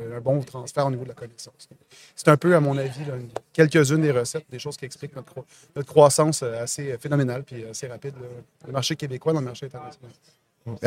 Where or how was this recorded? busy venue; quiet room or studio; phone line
busy venue